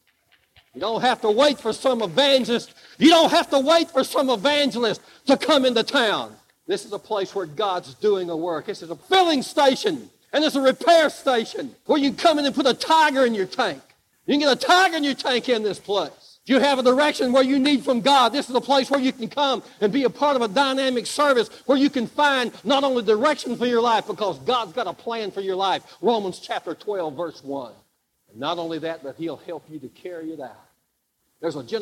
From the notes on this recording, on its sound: Live Service